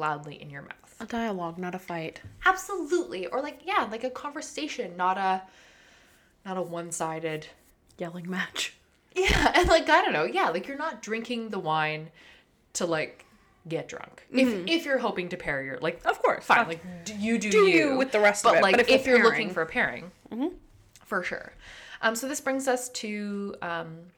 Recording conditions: sounds in the background